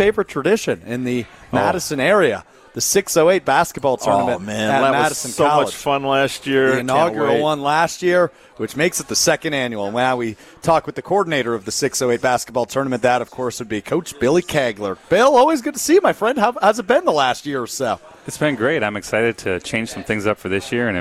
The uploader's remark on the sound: LIVE from Ruth's Chris in Middleton.